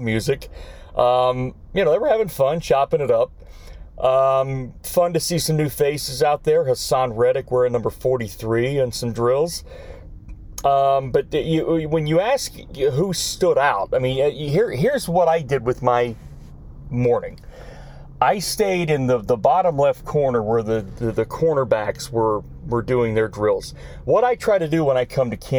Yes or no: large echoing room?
no